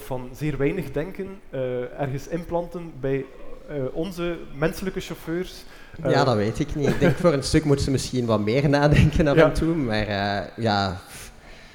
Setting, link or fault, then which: setting, live audience